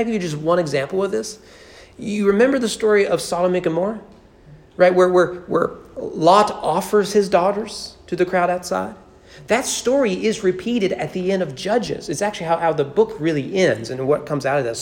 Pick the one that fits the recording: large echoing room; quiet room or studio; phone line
large echoing room